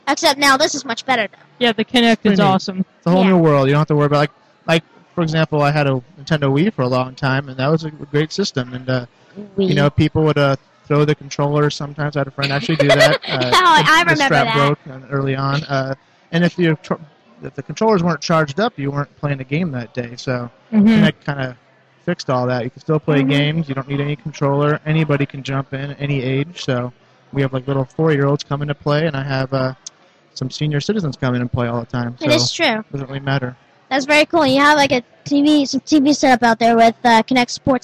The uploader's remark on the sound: The Tech Team Live From The Microsoft Store Scottsdale Fashion Square.